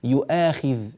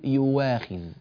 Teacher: ورش رحمه الله يبدل الهمزة المفتوحة واوا مفتوحة إذا سبقت بضم · Shown in: second take